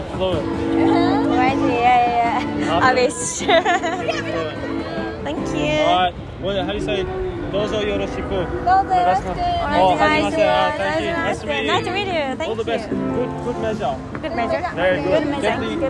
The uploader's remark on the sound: Interviews on the street. 今回は初めて路上インタビューというものをしてみて感想と、実際のインタビューも収録してみたので是非聞いてみてね！